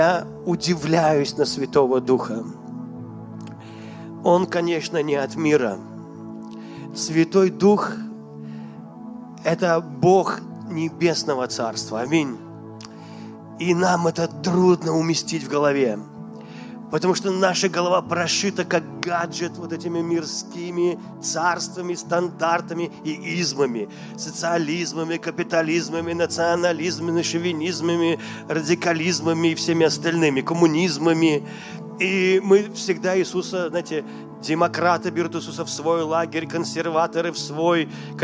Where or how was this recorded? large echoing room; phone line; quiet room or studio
large echoing room